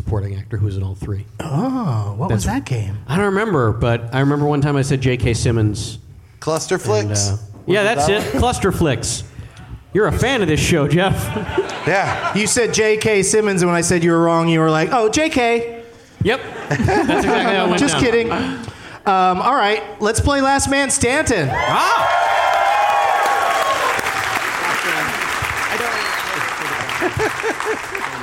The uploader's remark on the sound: Live from the San Jose Improv